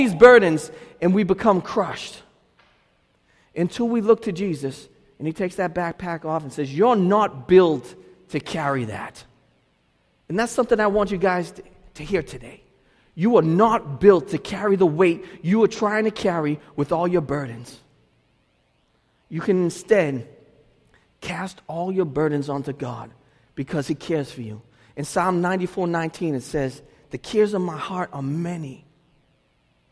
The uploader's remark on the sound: delivered this message at Restoration Road Church in Wakefield, Massachusetts